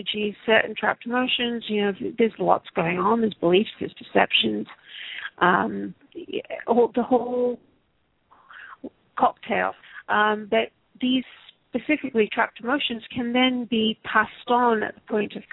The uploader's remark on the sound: Takes your calls for healing live today!